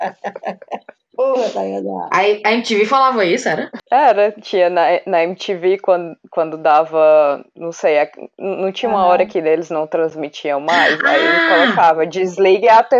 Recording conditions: poor sound quality